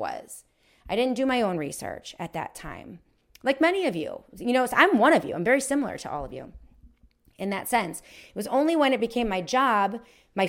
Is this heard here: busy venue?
no